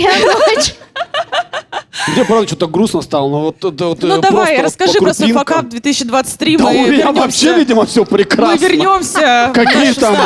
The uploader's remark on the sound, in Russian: мы сделали открытую запись подкаста